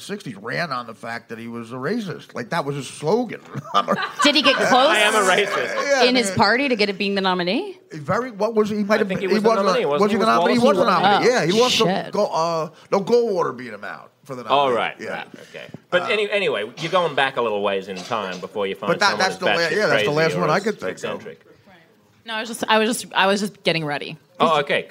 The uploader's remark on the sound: Walked into a bar in Brooklyn and, in front of a packed crowd of drunks, argued about the news with some of the funniest, smartest people in New York.